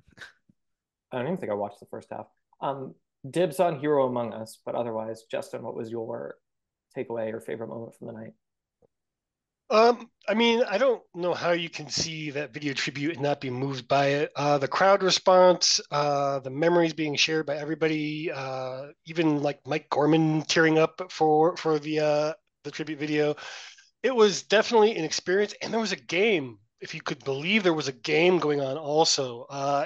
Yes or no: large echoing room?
no